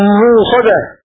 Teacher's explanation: بإبدال الهمزة واوا من كلمة مؤصدة